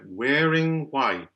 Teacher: it's possible and usually encouraged in lyric diction to make the WH, the initial WH, an unvoiced W. · IPA: [ʍ]